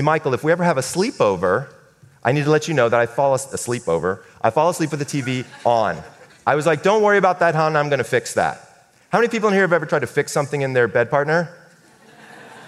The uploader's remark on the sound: Stage talk recorded with a live audience before the lockdown.